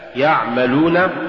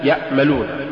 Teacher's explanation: واللحن المتوقع فيه أن تستبدل العين بالهمزة، مثال يعملون، تقرأ لحنا يأملون. فلولا توسط العين ومخرجها لصارت همزة